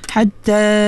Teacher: Bila waqaf dia hanya jadi mat asli sahaja, dua harakat. Hatta dua harakat, ya.